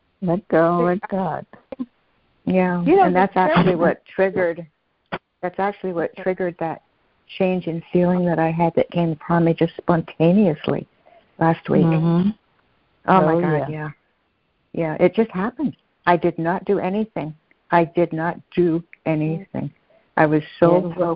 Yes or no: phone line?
yes